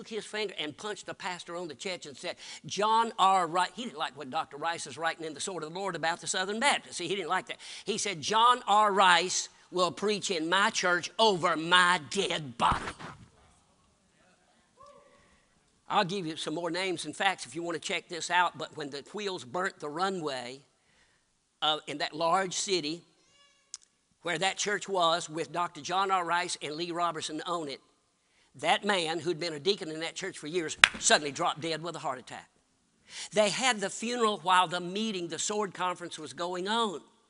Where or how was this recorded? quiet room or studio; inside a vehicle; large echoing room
large echoing room